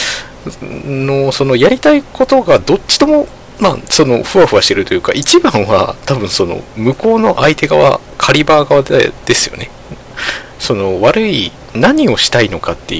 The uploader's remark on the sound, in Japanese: From Radiotalk。今回マイクの設定をミスってちょっと音割れがひどいです。